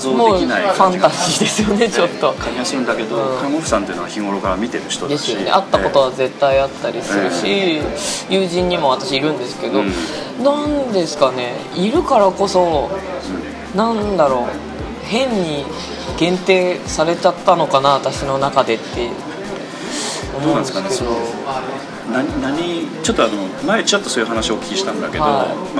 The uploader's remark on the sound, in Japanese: 今回も東京の某所で収録しております。都内の某喫茶店での収録ですので、音声につきましては、雑音、多少お許しいただければと思います。